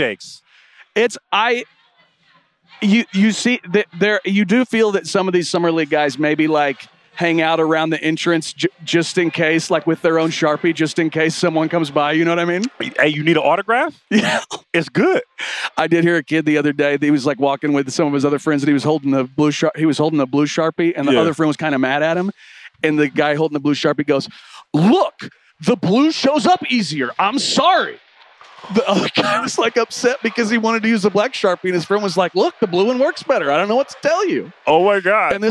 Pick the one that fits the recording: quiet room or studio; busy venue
busy venue